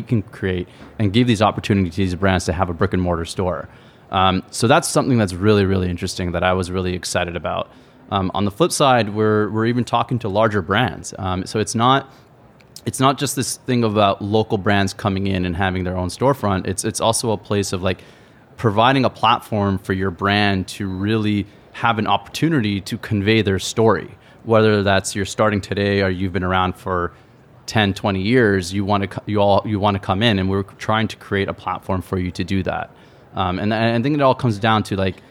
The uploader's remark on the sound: This episode was recorded in front of a live audience at the ICSC New York Deal Making conference.